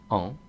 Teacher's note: Habíamos visto la nasal de la A, que es en, tirando de la barbilla hacia abajo